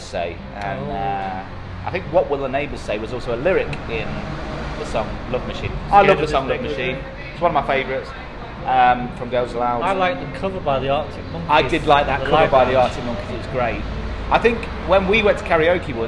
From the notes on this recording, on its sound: It's a live recording down 'The Whistle & Flute' in Nottingham